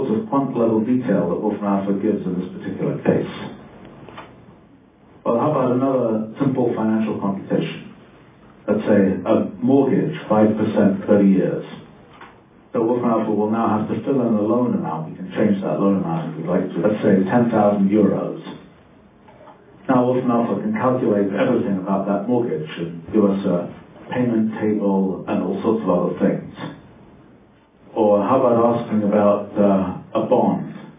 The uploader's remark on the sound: This is an audio recording of a presentation for teachers in Yukon Public Schools